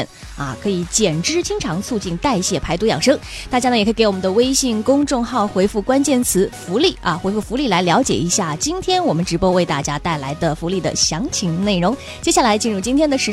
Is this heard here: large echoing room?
no